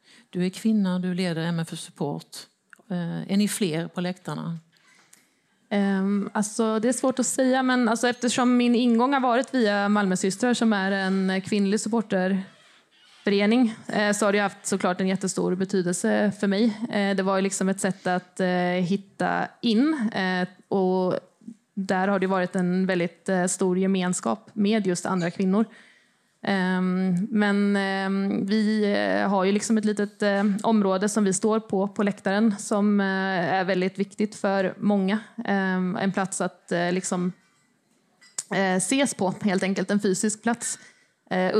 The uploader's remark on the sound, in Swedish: Panelsamtalet spelades in på Grand i Malmö den 26 oktober 2022.